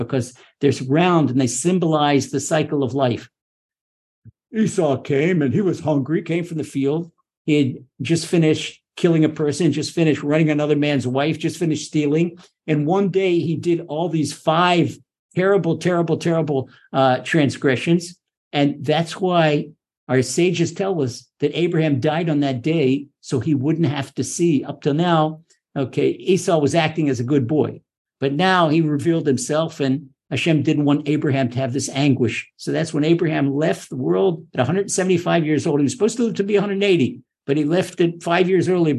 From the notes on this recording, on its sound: Recorded via TORCHzoom.